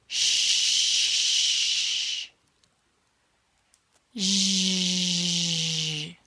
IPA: ʃ and 'zh' ʒ